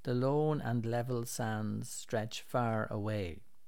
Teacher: You can hear that repeated long, broad A sound in sands, far, and away.